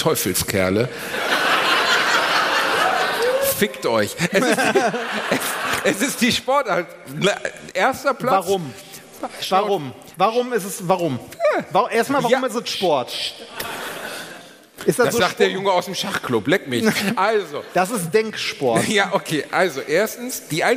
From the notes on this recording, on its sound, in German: Hier ist der zweite Teil des Live Mitschnitts von AAA-Live aus Bielefeld.